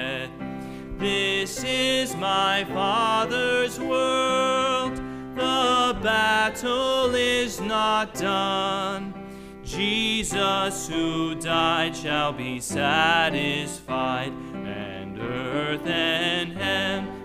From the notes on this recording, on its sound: The audio recording of our worship service